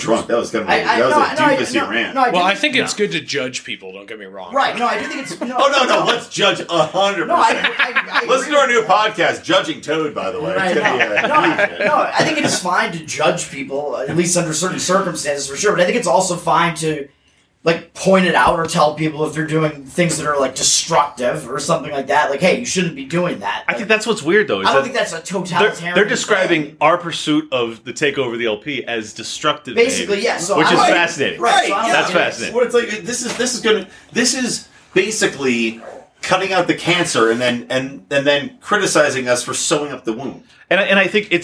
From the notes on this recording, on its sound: Live from the Libertarian National Convention in Reno